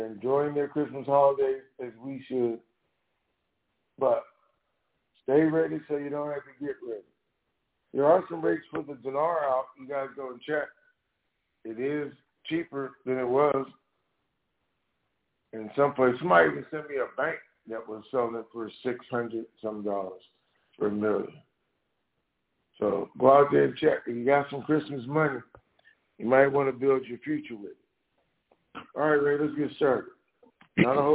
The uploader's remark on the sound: TNTSuperfantastic Conference Call.